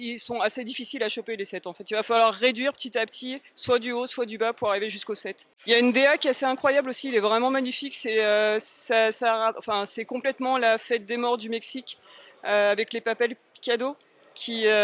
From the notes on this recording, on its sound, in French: Festival des jeux de Vichy 2022. Nous sommes au Festival Professionnel des Jeux de Vichy 2022.